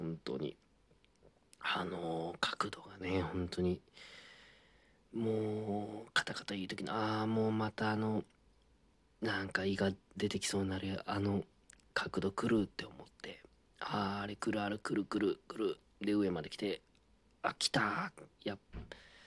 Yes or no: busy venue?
no